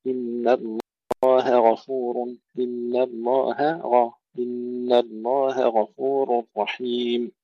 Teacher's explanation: نرقق الهاء ونفخم الغين ونفصلهما